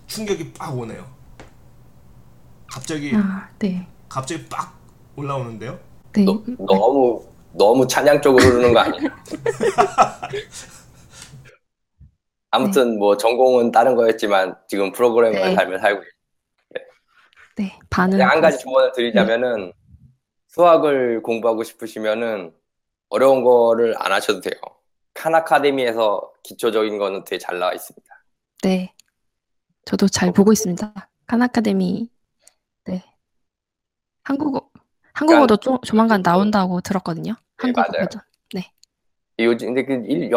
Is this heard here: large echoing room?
no